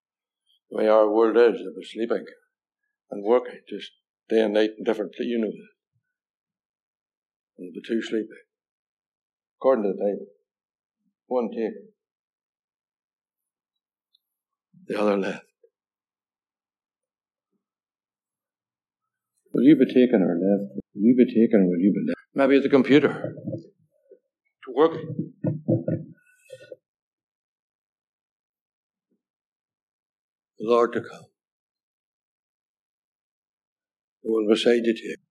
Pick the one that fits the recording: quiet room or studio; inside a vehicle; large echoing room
large echoing room